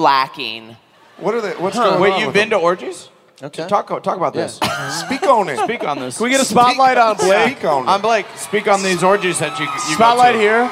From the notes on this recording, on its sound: Live from San Diego!